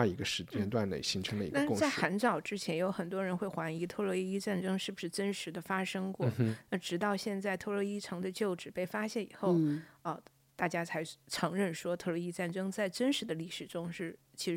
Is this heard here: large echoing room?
no